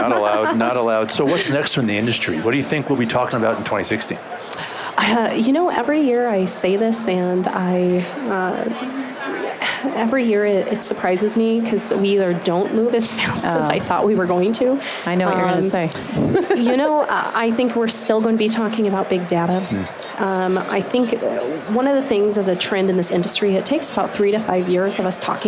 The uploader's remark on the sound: LIVE from Las Vegas, at #HRTechConf